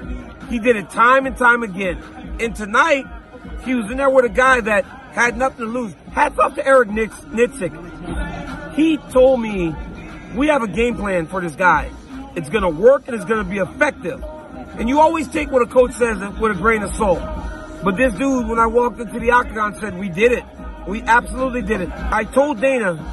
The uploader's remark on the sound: LIVE from the octagon in Sydney, Australia